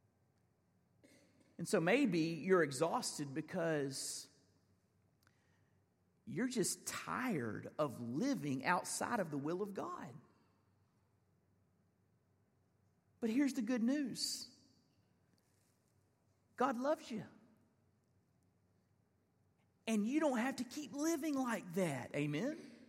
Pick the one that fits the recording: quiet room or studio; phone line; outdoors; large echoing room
large echoing room